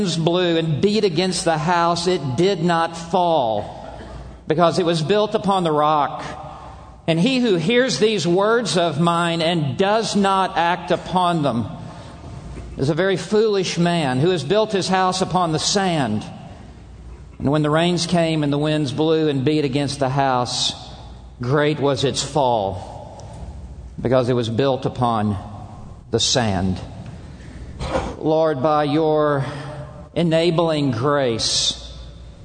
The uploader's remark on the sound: from the Shepherds' Conference - Inerrancy Summit